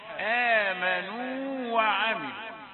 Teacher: هنا واو تعطي مدا بمقدار حركتين، مدا طبيعيا، آمنوا تمد النون بمقدار حركتين، والواو الثانية التي تليها واو مفتوحة وعمل.